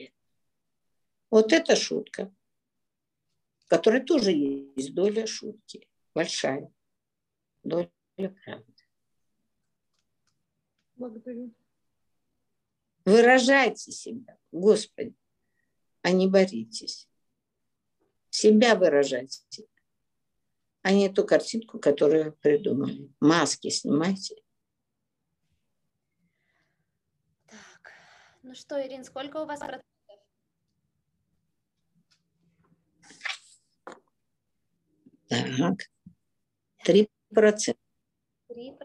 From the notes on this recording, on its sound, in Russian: Zoom-эфир. Запись прямого эфира с ответами на вопросы на тему отношений.